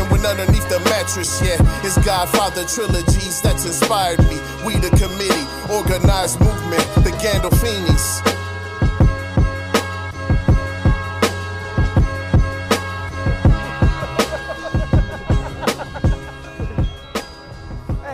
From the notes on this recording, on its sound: On This Episode Of The Podcast We Are On Location At Southeast High School For The Men’s Basketball League